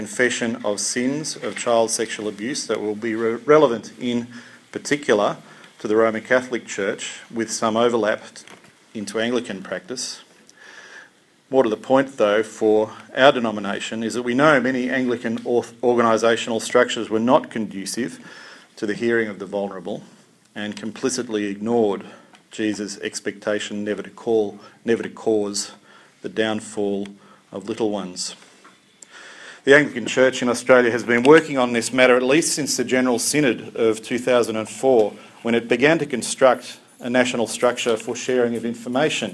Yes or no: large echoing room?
yes